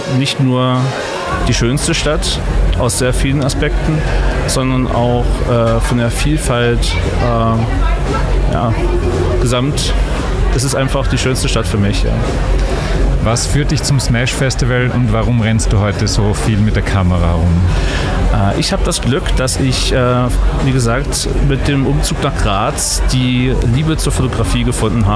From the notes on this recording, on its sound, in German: SMASH FESTIVAL 2023. Um die Veranstaltung atmosphärisch bestmöglich einzufangen, haben wir unser mobiles Studio in einer Loge der Kasematten aufgebaut. Man hört aber auch, wie es ist, im Rahmen eines Podcasts hautnah an einem Festival dabei zu sein.